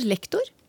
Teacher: Den stemte konsonanten G blir til ustemt K foran den ustemte konsonanten T. · Term: delvis assimilasjon